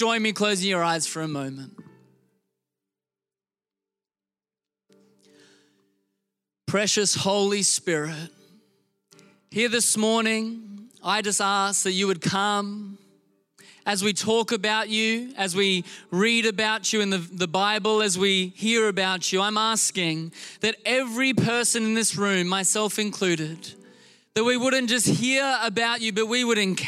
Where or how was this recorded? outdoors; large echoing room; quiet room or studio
large echoing room